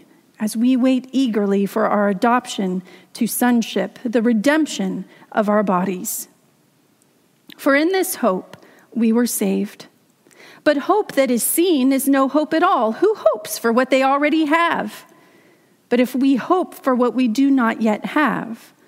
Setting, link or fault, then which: setting, large echoing room